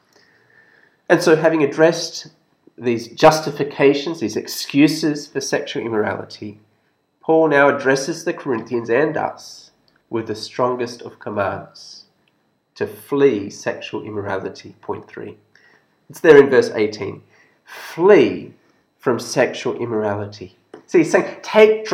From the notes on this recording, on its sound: This sermon was preached at St George's Church, Penang on 13th October 2021.